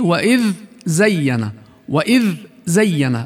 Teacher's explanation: مثل الذال والزاي في وإذ زينا، وإذ زينا، بل وتحتاج لتأنن وضبط وانتباه عند قراءتها كي لا تدغم، فتكون الذال واضحة ظاهرة ليس فيها أي اندماج مع الزاي وإن كان الحرفان متقاربان في المخرج.